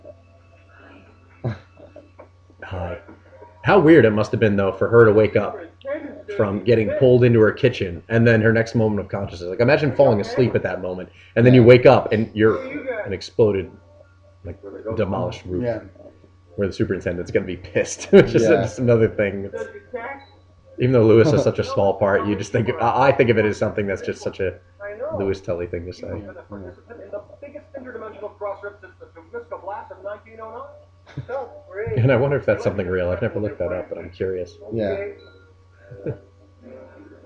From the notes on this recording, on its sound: Please note that, due to a technical issue with the recording equipment, the audio quality is lower than the website's average output.